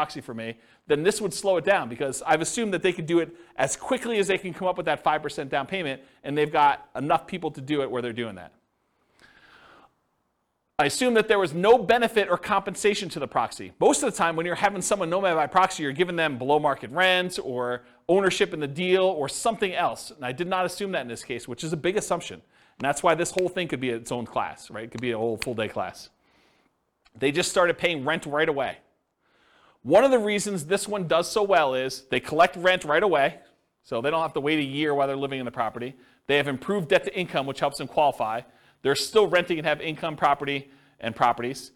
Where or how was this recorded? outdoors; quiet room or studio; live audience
live audience